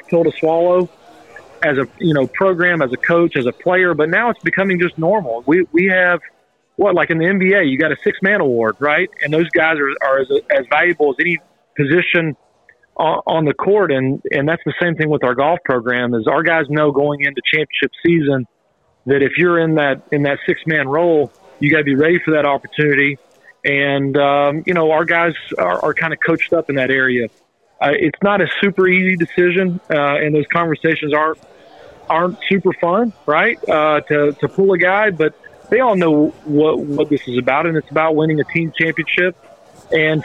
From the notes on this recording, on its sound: LIVE at First Tee of OKC Fundraiser! LIVE From The First Tee Scramble at Lincoln Park!